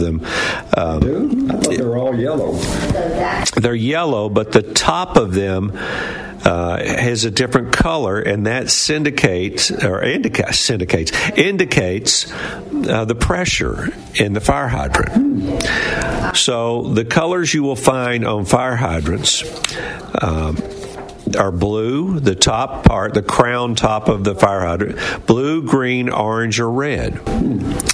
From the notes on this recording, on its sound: LIVE from the Lost Sea in Sweetwater